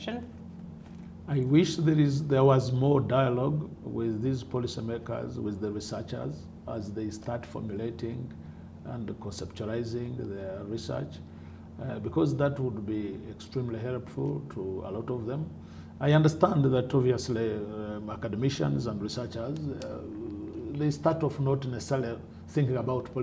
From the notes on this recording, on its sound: At the 2014 PopPov Conference in Nairobi, Kenya.